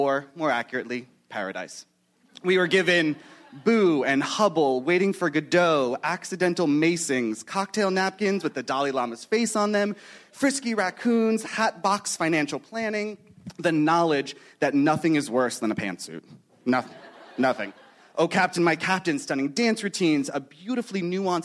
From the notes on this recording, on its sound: Panels from ATX Television Festival. At ATX.